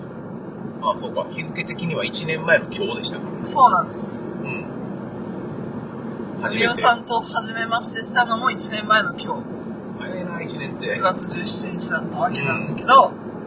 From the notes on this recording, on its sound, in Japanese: 車の中第2弾。ドライブな2人をお届けします。